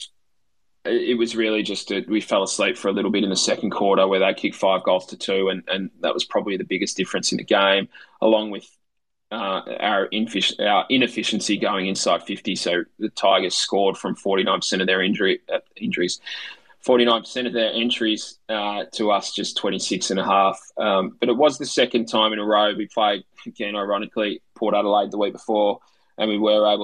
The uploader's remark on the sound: … is recorded live via Twitter Spaces